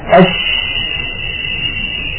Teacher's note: الصوت ماشي والهواء منفلق، ما في حاجز منغلق كانغلاقه في حروف قطب جد · Term: الشين